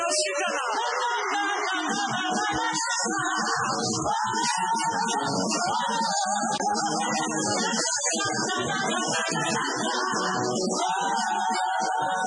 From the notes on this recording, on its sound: Preached at the Healing Jesus Crusade June 2023, Antananarivo-Madagascar.